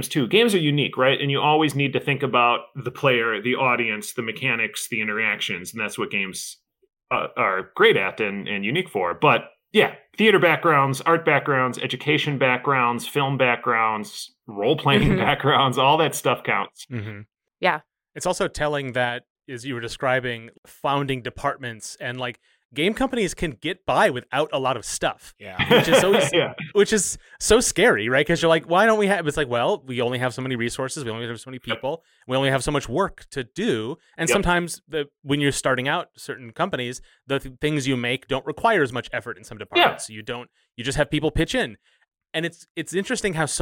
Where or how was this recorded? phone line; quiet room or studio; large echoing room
quiet room or studio